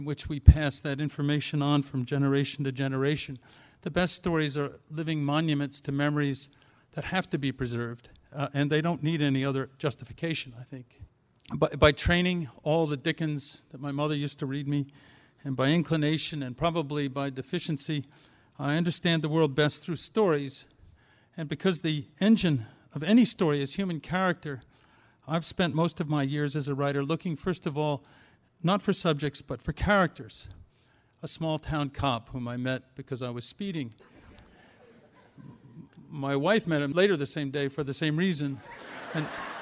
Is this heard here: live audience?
yes